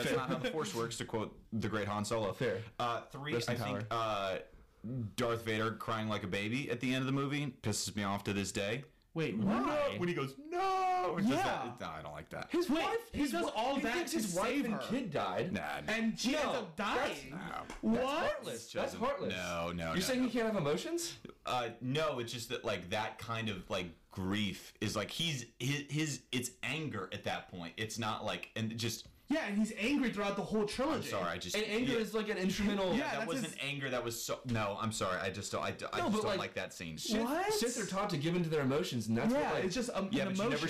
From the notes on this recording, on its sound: Also sorry for the audio quality we get kinda loud